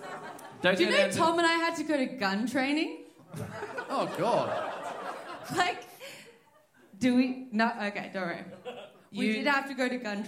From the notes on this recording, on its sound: We’re back down in Tasmania this week, in front of a pumped-up crowd at the Uni Bar.